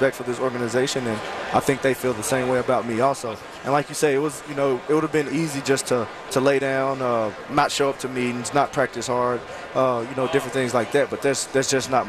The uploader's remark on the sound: live from Radio Row all week